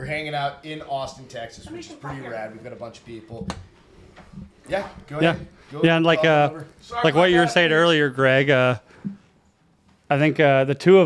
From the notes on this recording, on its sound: We're live from Austin, Texas for the Drinkin' Bros Super Bowl Sunday Event.